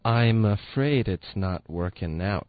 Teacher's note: working now out 的特定也会省略。OK，好，再来。 I'm afraid it's not working out 对，就是这么说的。大家注意我们省略 not 然后 out 这两个特的音呢，还是需要一个干脆的停顿，在最后舌头得顶上去上颚，导致这个干脆的停顿